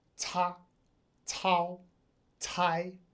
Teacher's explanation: All three of those start with the same sort of initial vowel sound with the a, and then they move to either o or I after that.